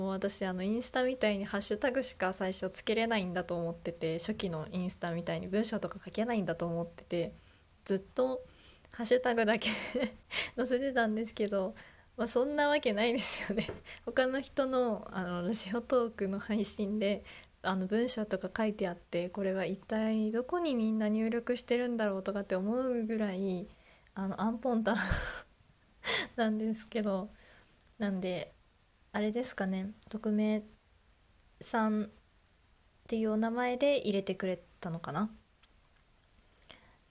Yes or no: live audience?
no